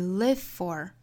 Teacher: 前面是浊辅音，后面是清辅音，我们其实也只发一个就好了，我们倾向于发后面的这一个